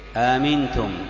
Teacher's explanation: أولها بالتسهيل مع الإدخال، تسهيل الهمزتين